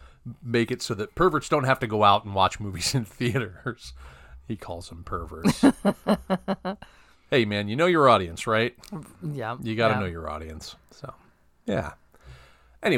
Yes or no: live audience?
no